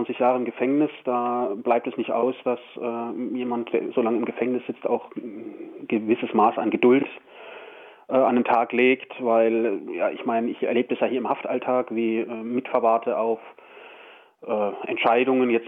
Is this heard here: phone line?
yes